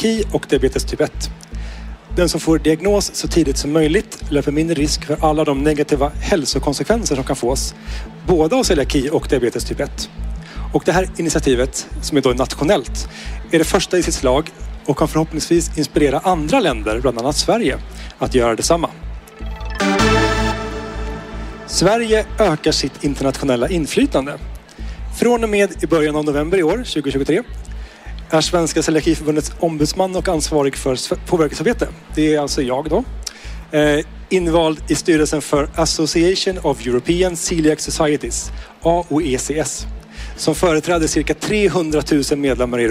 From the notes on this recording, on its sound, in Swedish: poddar live från Mat för livet-mässan!